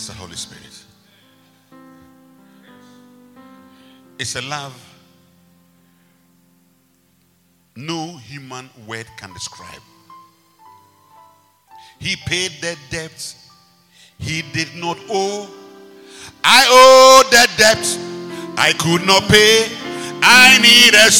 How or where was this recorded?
large echoing room